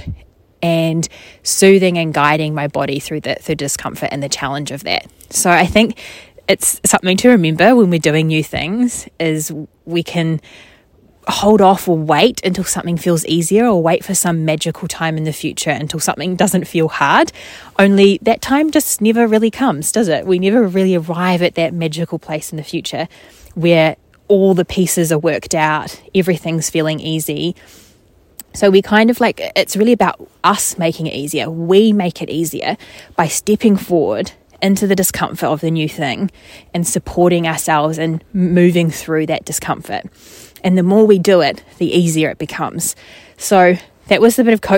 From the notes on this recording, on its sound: More nature sounds, probably. “just record it in the forest!” (a place I love to go walking).